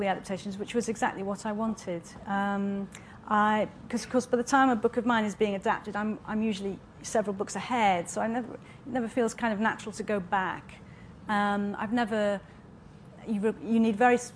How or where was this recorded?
busy venue